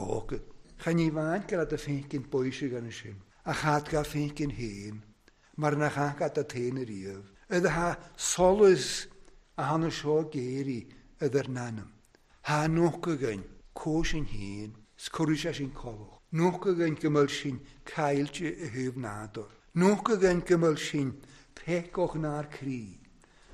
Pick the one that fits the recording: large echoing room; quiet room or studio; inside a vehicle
large echoing room